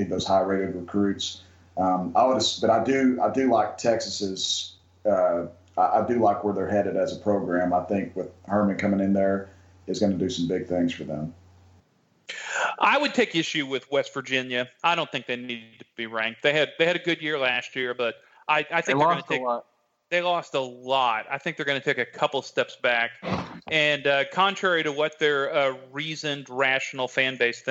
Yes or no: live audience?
no